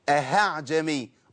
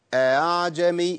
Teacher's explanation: التسهيل إيه؟ بين الهمزة وبين الألف اللي هو أصل الحركة · Shown in: second take